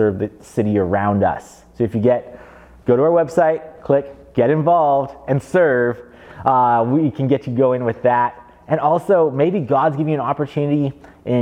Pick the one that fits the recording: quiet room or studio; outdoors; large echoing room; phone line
large echoing room